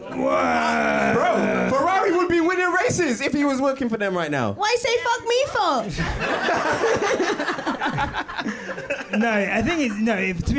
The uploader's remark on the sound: This is a live recording from our #QuickStopLive event following the 2022 Abu Dhabi GP.